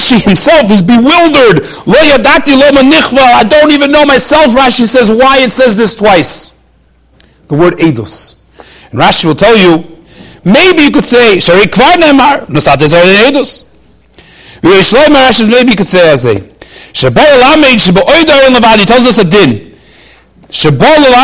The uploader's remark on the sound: During Thursday Night Seder. Shiur recorded in Yeshivas Ohr Reuven, Monsey, NY.